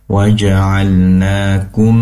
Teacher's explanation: mim sukun bertemu dengan hamzah, izhar syafawi, diperjelas mimnya